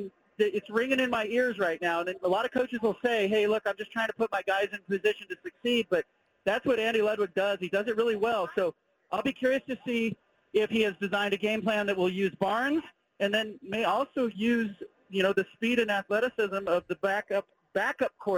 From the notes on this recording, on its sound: Call-In from Salt Lake City. Calls in live from Rice Eccles Stadium.